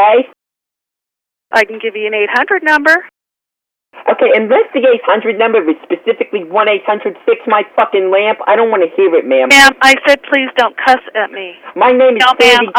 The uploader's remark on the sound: Prank Phone Calls Collection. Santa Rosa Barnes N Noble.